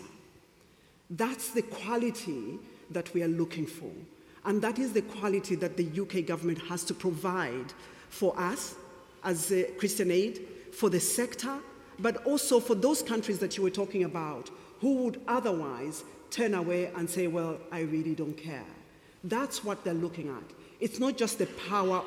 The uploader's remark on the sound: Listen to an edited recording of the event on this week’s podcast.